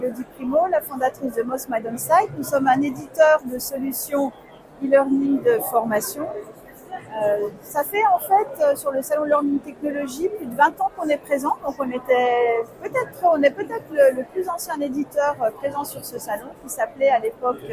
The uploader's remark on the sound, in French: Des témoignages de professionnels du Learning, enregistrés en live, tout au long de l'épisode.